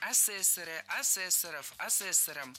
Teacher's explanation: В слове «асессор» ударение на втором слоге сохраняется во всех формах.